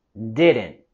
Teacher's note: Queremos subir la voz y entonación en la primera sílaba de didn't, didn't, y tenemos el sonido stop T en didn't, didn't. Okay, vamos a parar el aire, no dejarle que se va totalmente por la boca a decir didn't.